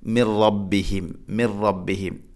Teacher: മിൻ റബ്ബിഹിം, മിൻ സാക്കിനായ നൂന് ശേഷം റാ, ഇദ്ഗാം ബിലാഹുന്ന, മണിക്കാതെ കൂട്ടിലയിപ്പിക്കണം.